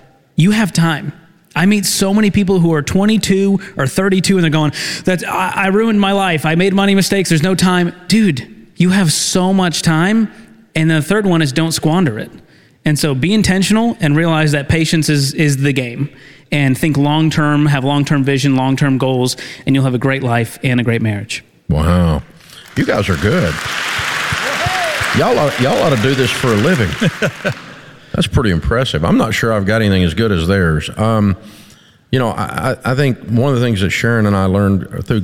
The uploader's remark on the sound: Take questions in front of a live studio audience in our new Ramsey Event Center!